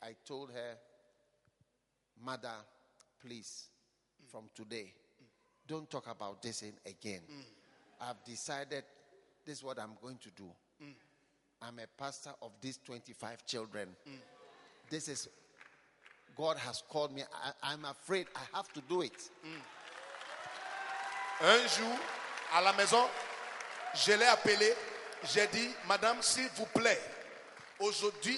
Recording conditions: live audience